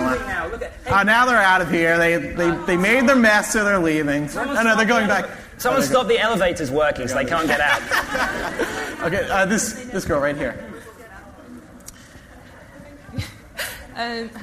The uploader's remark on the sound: MuggleCast LIVE in London for the release of ‘Deathly Hallows’